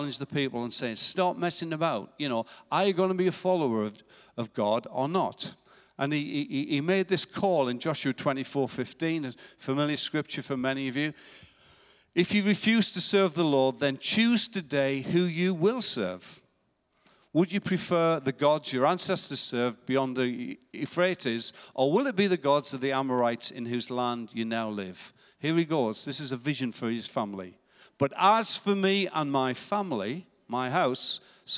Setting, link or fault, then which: setting, large echoing room